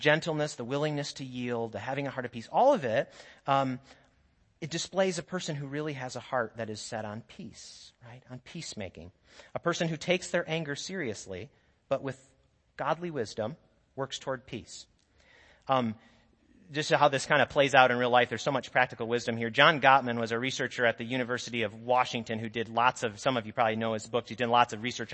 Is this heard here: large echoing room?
yes